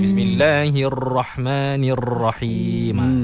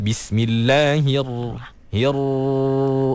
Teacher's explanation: Ra tu jangan bergetar banyak sangat · Shown in: second take